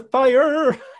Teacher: Yeah, he definitely like drives into the American, it's called the retroflex R. It's the R you make with it with the back of your tongue.